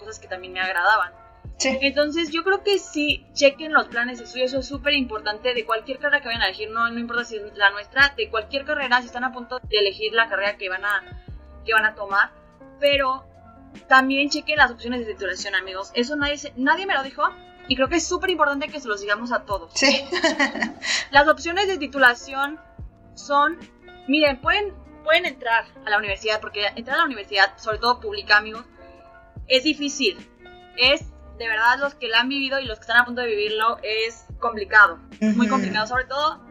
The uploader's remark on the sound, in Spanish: Entre fallas de audio, problemas técnicos y crisis existenciales nos animamos a subir nuestro primer episodio.